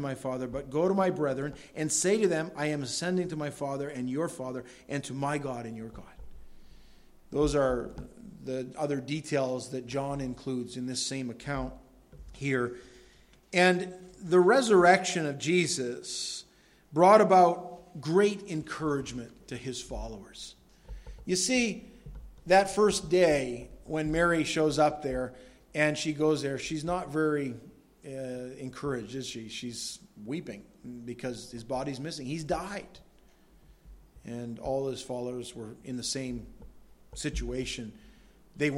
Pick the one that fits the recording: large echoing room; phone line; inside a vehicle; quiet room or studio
large echoing room